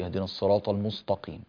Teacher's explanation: السين صارت صادا والتاء صارت طاء